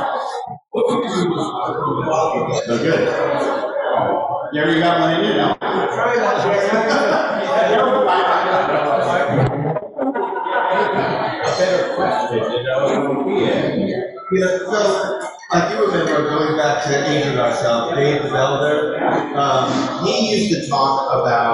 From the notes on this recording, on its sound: LIVE from the Meeting of the Minds 2022. Doing the show live from the 90 Minds annual conference, The Meeting of the Minds in Huntington Beach, CA.